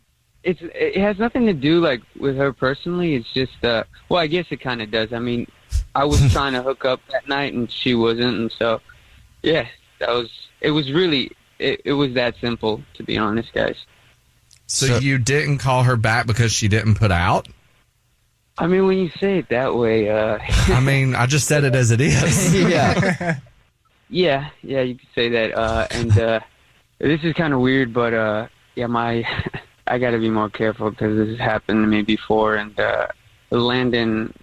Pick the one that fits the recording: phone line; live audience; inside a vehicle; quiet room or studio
phone line